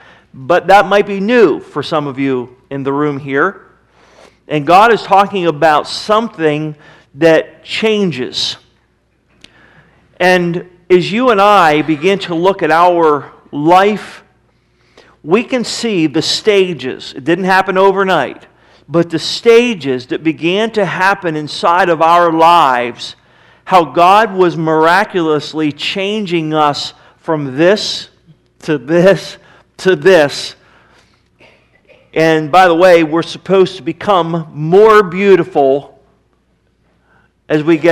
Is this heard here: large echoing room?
yes